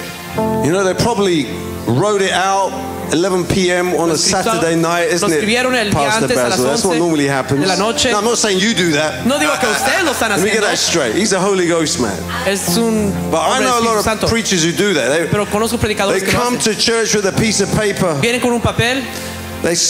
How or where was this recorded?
live audience